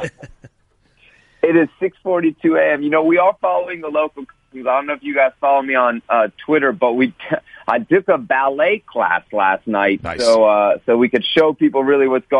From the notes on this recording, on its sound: Called in to give the boys an update from Russia.